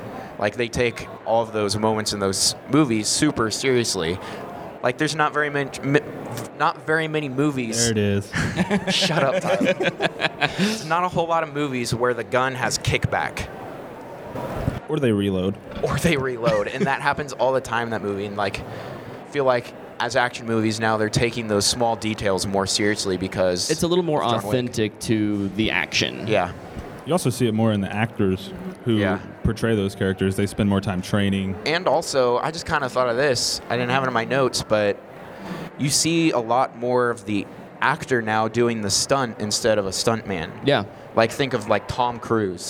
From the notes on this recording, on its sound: Live from Air Capital Comic-Con. A live show from a Comic-Con!?